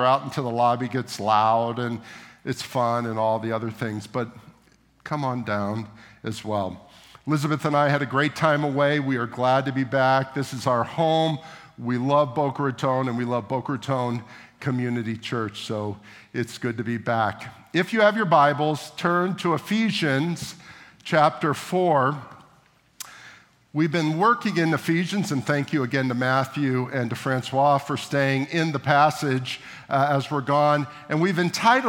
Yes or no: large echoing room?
yes